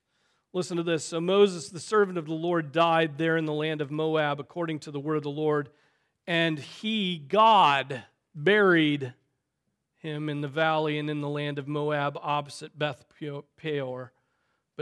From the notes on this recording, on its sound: Preached on August 27, 2023 at Trinity Presbyterian Church